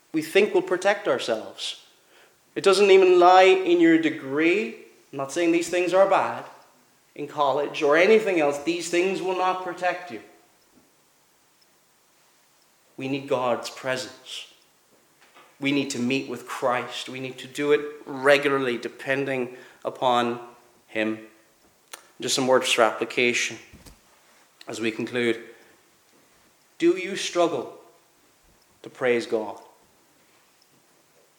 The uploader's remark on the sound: Preached at Kellswater Reformed Presbyterian Church